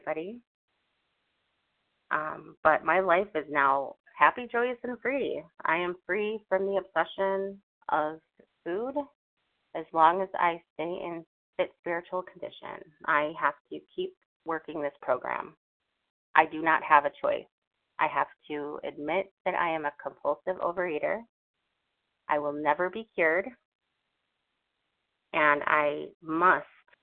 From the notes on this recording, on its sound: from the 100 Pounders Phone Meeting, 11/7/23.